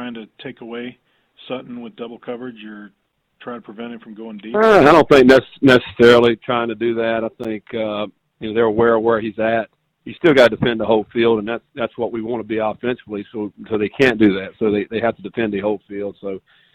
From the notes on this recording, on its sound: Sun Belt Championship Media Teleconference.